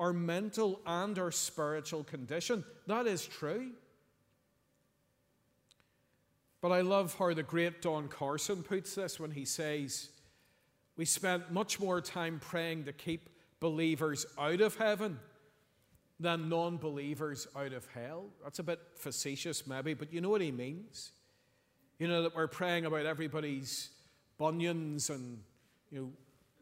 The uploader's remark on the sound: Sunday 26th November 2023 evening service